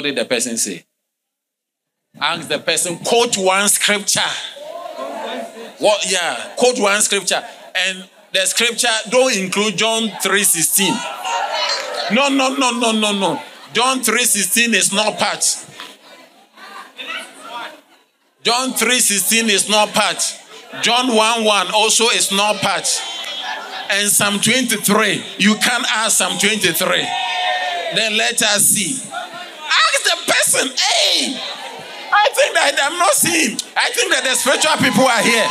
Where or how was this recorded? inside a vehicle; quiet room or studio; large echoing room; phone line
large echoing room